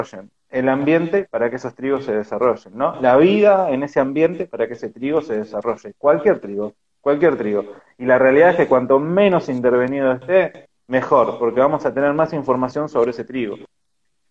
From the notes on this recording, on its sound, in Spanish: Audio de la charla en vivo por Instagram